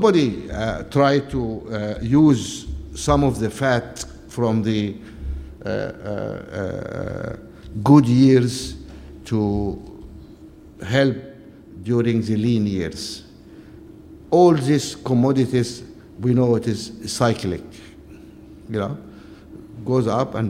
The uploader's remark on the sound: Audio from BCA-IA's annual Kaye Whiteman Memorial Lecture